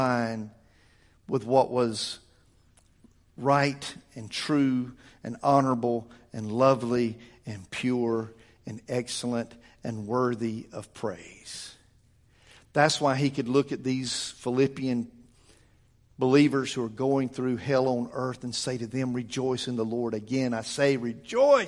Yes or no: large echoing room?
yes